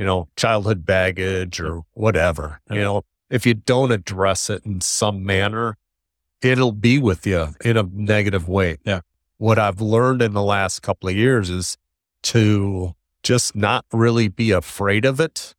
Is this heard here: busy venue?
yes